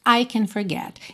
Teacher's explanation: se fosse afirmativa, o I e o forget seriam mais fortes do que o can